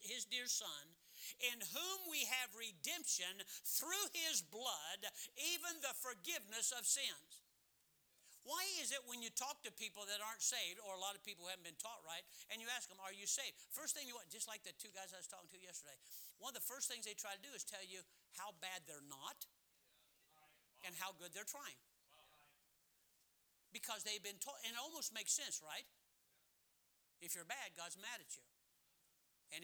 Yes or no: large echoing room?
yes